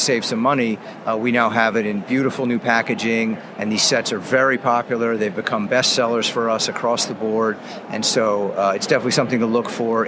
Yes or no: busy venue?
yes